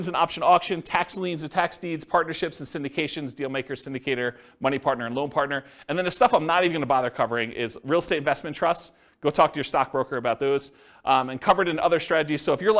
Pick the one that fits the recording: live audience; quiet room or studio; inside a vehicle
live audience